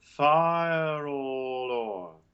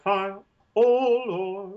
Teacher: you may actually make what's called a linking R from the triphthong into the all. · Shown in: first take